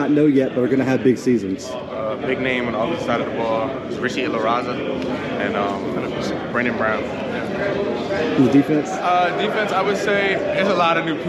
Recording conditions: busy venue